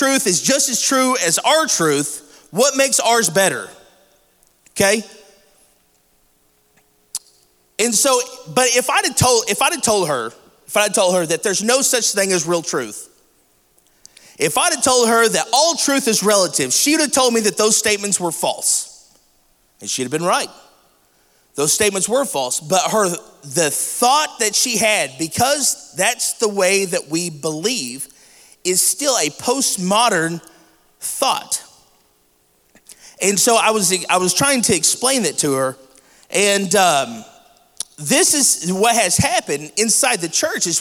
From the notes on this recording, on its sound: This week we bring you a special "live" episode of Real Men Talk.